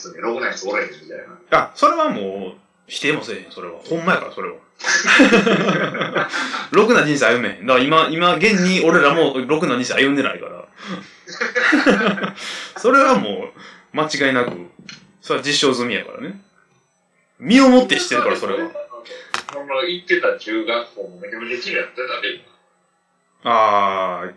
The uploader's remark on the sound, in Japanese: リモート収録。